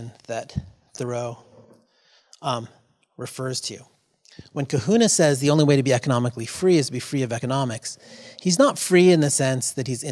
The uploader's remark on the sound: RECORDED: Friday, September 14th, 2018 at the Egan Library in Juneau. Addressing Alaskans features local lectures and forums recorded at public events taking place in Southcentral Alaska.